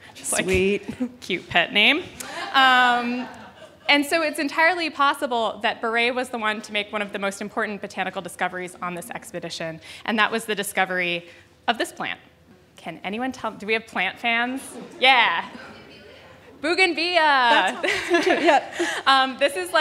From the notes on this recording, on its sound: Told this story for a live audience at On Air Fest.